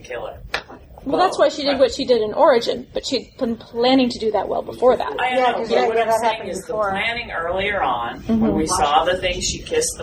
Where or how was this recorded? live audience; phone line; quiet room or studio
live audience